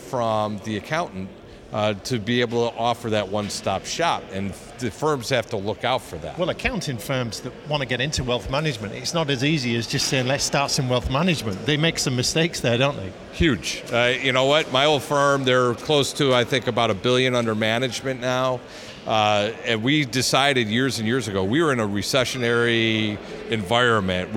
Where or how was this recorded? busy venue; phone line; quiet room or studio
busy venue